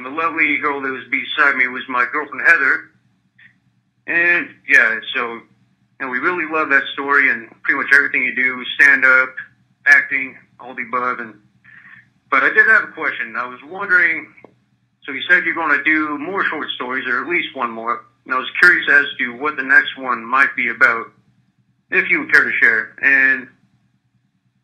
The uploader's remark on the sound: It's a show filled with phone calls from listeners